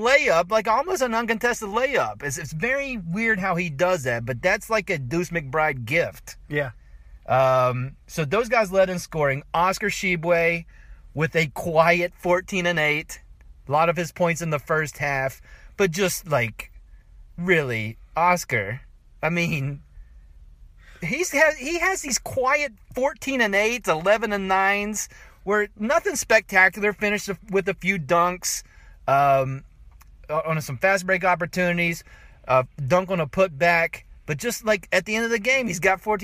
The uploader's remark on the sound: Joins me in my car. Live from Primanti Bros. in Morgantown, WV.